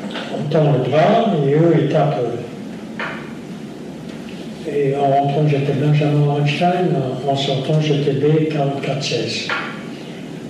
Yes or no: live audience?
yes